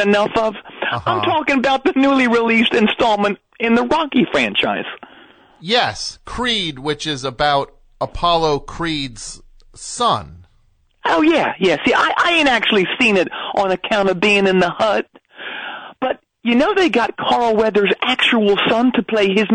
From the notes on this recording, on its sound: call in from jail